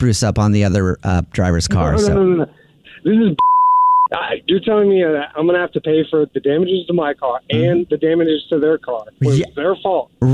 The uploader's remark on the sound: Phone Prank!